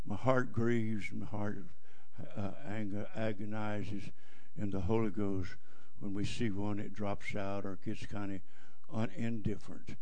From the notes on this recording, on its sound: Preaches at JFPC Heritage Conference in Jennings, LA.